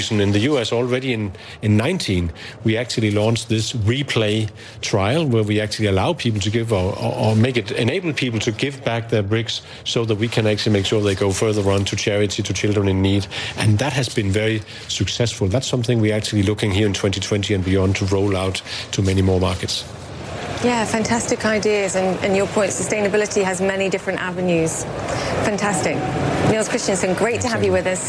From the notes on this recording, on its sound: live from the New York Stock Exchange